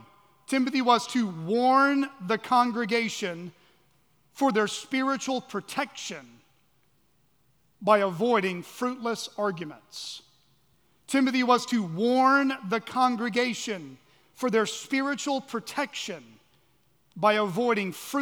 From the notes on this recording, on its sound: at Chaffee Crossing Baptist Church in Barling, AR.